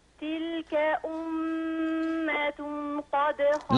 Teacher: أخفي النون عند القاف